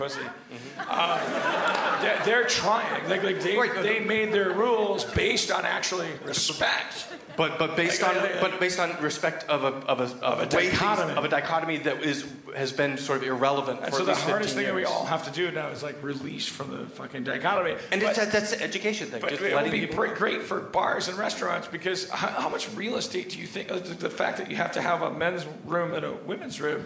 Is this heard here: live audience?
yes